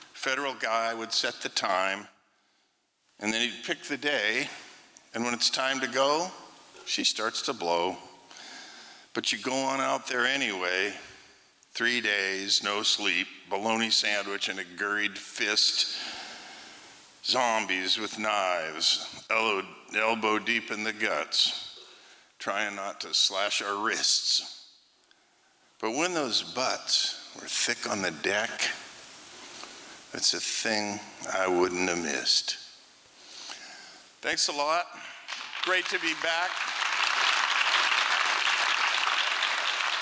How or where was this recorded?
live audience